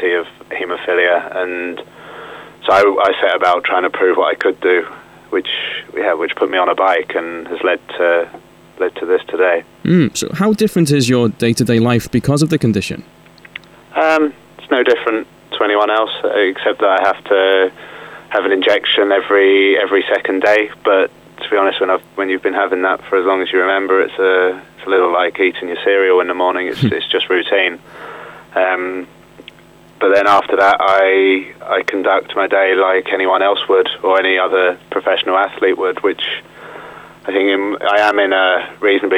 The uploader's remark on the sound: Joined us on the line.